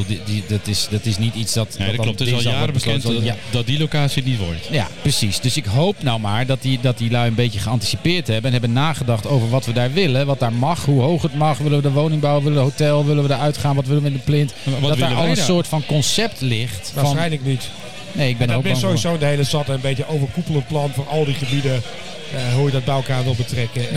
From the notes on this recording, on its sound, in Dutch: Live opgenomen in Dinercafé Soestdijk, alwaar de inmiddels beroemde … de redactie rijkelijk voorziet van bier.